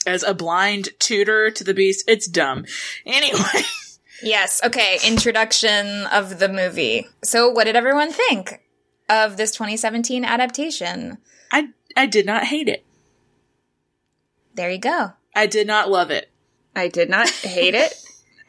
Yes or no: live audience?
no